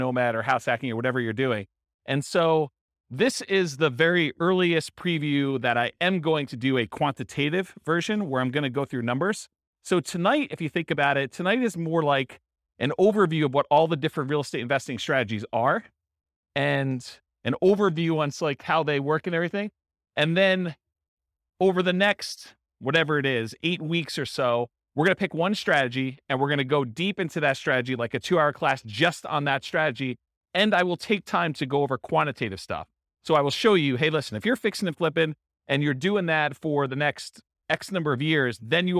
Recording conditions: live audience